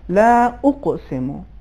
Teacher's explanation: मिसाल के तौर पर इसी आयत में जो इन्होंने अभी तिलावत किया, उकसमो, इसमें चूँकि काफ हरूफ इस्तेला में भी से भी है और हरूफ कलकला में से भी है, लिहाजा कलकल अदा होगी इस्तेला और तफखीम के साथ जी